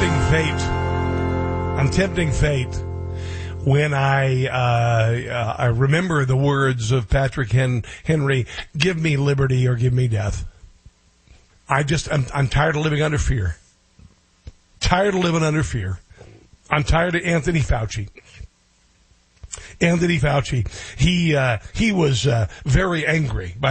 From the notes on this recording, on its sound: Takes calls from live listeners. Listeners call.